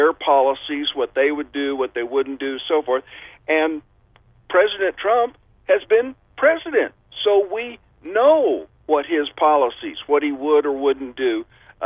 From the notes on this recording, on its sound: by phone